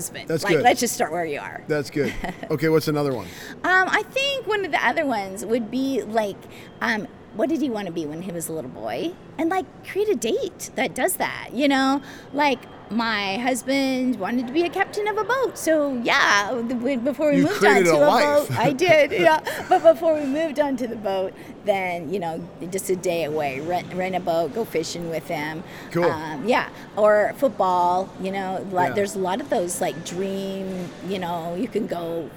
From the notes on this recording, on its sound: LIVE from CPE 2022!